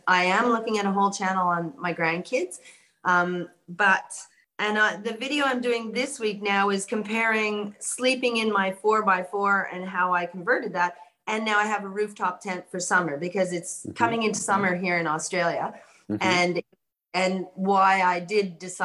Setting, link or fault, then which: link, video call